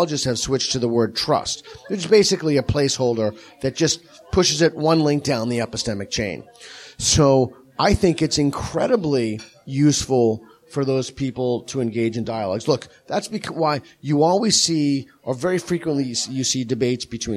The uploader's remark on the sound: In front of a live audience in Sydney.